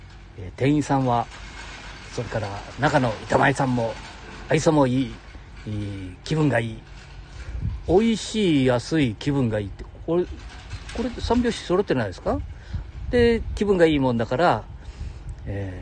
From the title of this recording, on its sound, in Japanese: 街さんぽ LIVE